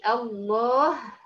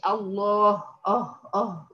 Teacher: ما تفخميش معاها الهاء، الهاء مرققة · Shown in: first take